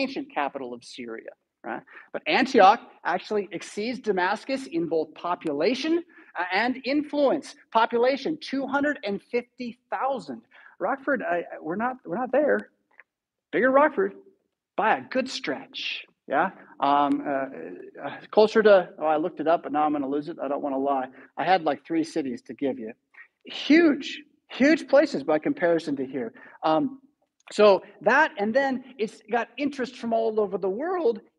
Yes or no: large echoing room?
yes